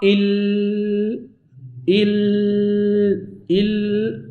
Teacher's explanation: قرأ ال كتلقى طرف اللسان، نهاية اللسان من حافته، ها هي التي ملتصقت بالحنك الأعلى · Term: مخرج اللام